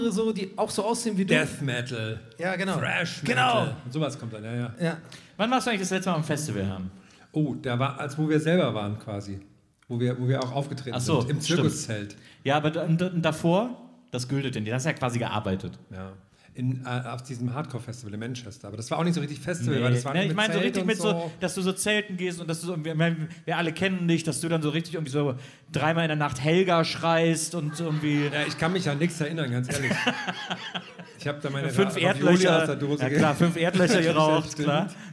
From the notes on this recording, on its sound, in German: Januar 2023 im Rahmen des SWR-Festivals in Mannheim aufgenommen.